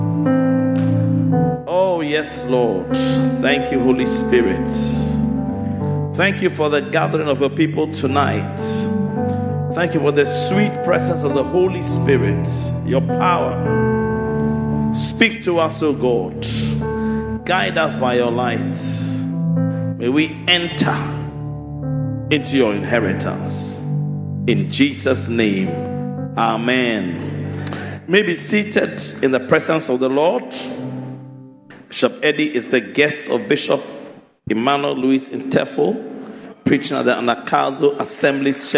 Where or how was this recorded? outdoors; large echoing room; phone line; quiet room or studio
large echoing room